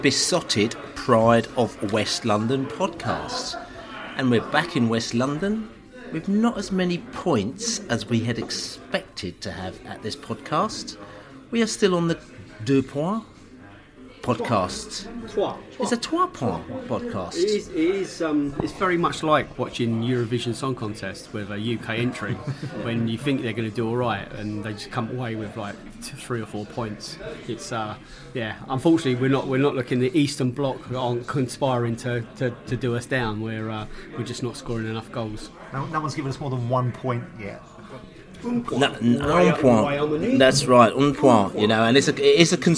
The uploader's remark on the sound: Reading pre-match podcast from the pub